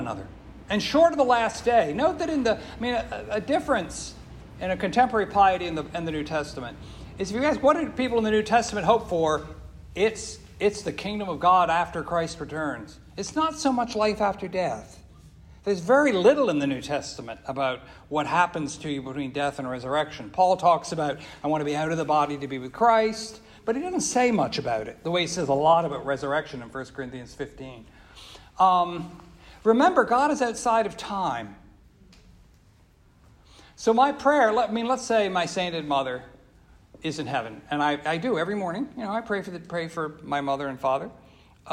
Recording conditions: live audience